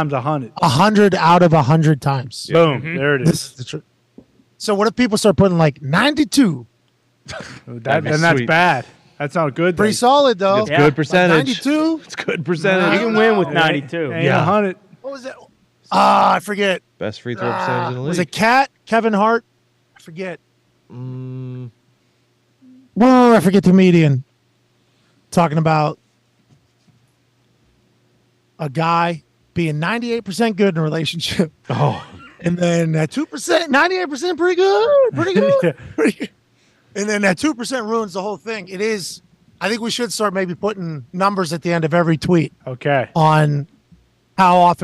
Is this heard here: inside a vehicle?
yes